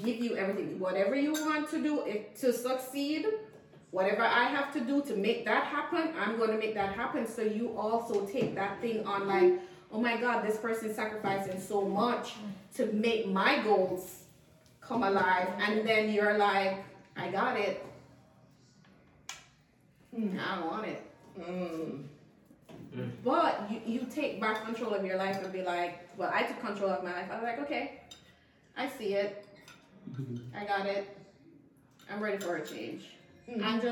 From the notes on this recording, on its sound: This episode is LIVE inside the Let it Go Queens event.